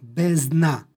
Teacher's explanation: Ona se uprošćava i ispada u izgovoru D, tako da izgovaramo bezna, odnosno D je gotovo nečujno. · Term: gomilanje suglasnika